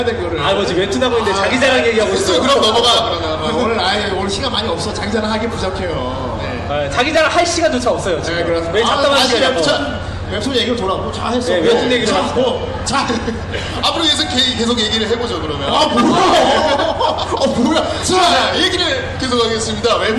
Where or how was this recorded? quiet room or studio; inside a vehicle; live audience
live audience